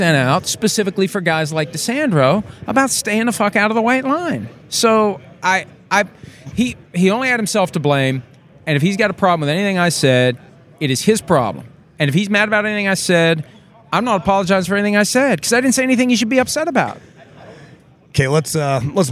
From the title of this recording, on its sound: Live from the NFL Combine